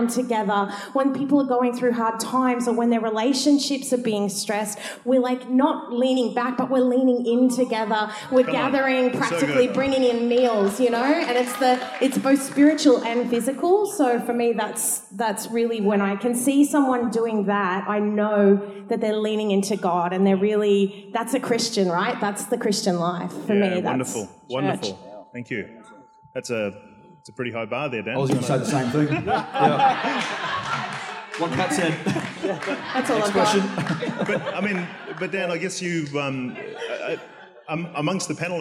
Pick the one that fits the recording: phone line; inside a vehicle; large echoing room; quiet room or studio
large echoing room